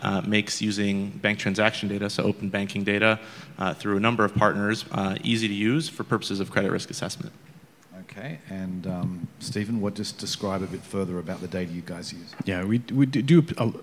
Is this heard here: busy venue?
yes